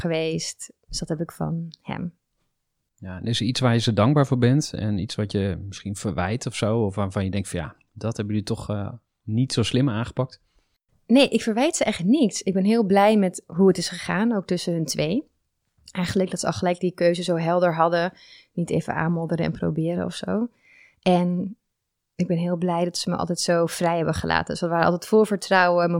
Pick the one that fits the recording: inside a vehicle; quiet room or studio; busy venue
quiet room or studio